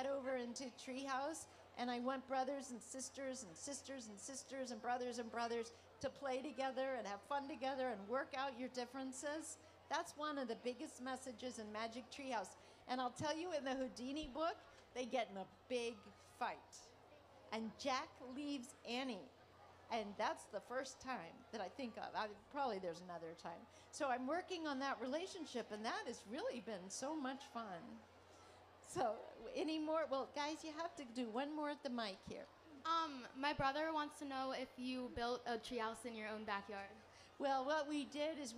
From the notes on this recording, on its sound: appear at the 2012 Library of Congress National Book Festival